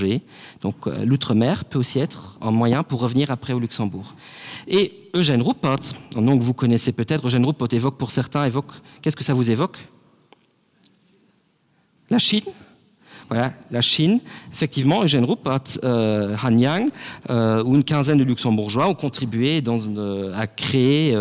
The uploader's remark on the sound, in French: Conférence du 9 juin. Dans le cadre de l'exposition temporaire "Le passé colonial du Luxembourg". Au MNHA. Enregistrement: [MNHA].